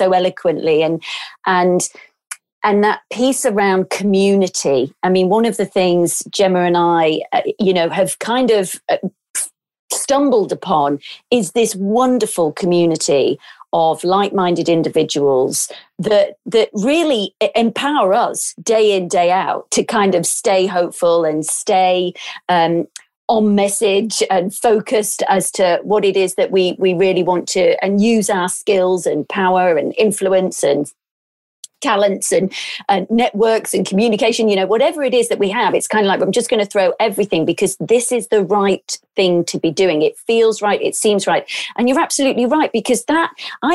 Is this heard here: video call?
yes